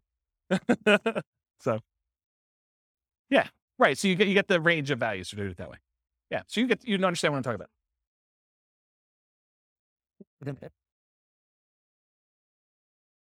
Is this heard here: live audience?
yes